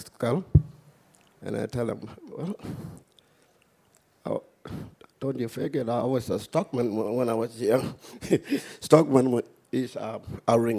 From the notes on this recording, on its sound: Recorded before a live audience at the Art Gallery of South Australia. During the opening weekend of Tarnanthi 2021.